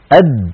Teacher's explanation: هذا الحرف عندما تنطقه العرب فإنهم يحبسون النفس، أد، يعني مثلا نقول أد داخل مثلا، أو أد داخل أو أد، فنجد بأن الصوت النفس قد انحبس تماما، وكذلك الصوت. فالدال ينحبس عند النطق بها النفس فهي حرف مجهور، والصوت فهي حرف شديد